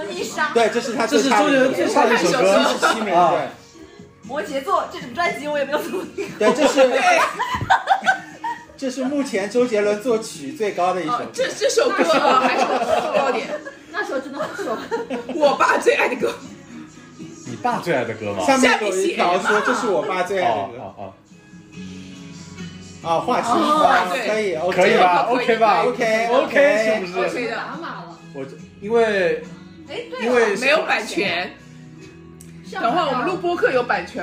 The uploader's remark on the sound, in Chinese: 当时主播对于如何录制、制作、剪辑播客都是一窍不通，故标识为「全损音质」。偶尔邀请了几个朋友临时起意录一期Reaction!